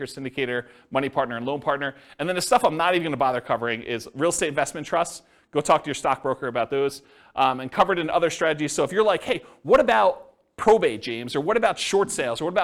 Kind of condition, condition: setting, live audience